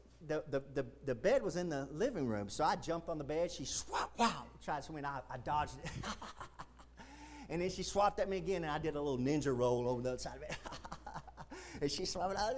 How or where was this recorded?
large echoing room